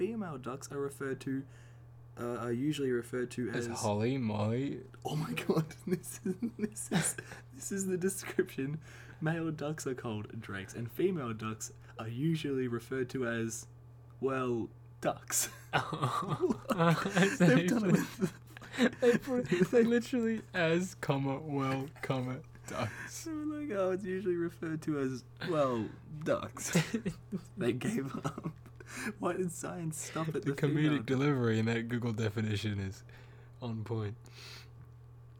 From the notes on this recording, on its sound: Apologies for the droning in the background.